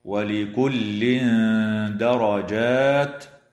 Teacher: إخفاء حقيقي للتنوين عند الدال مع الغنة مرققة